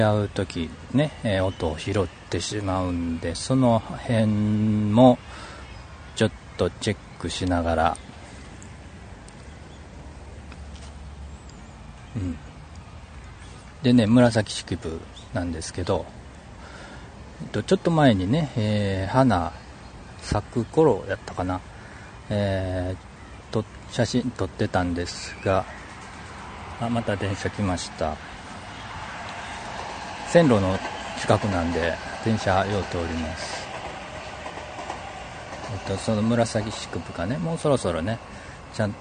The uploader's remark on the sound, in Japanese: 外での音チェック。イヤホンマイクで収録。